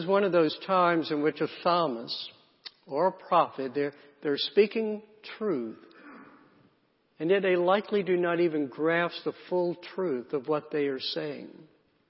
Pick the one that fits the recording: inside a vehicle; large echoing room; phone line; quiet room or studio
large echoing room